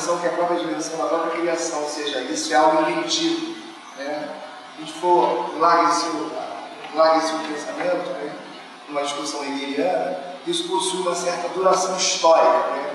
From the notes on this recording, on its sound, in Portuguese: Comunicação gravada durante o XXVIII Encontro Nacional de Estudantes de Filosofia (ENEFIL) em 2012, em São Luiz MA.